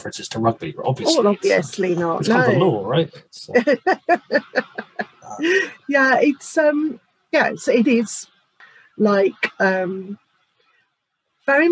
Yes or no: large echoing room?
no